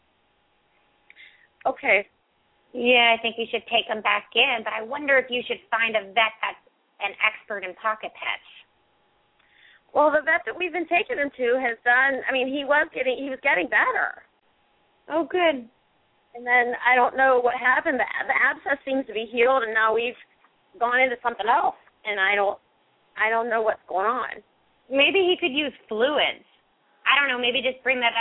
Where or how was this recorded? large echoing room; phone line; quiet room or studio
phone line